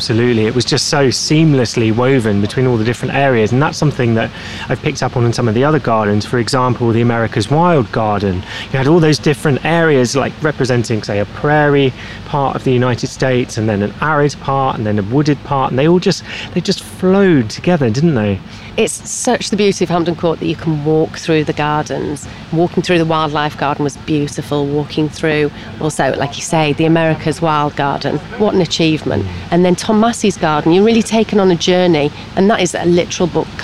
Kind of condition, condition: setting, busy venue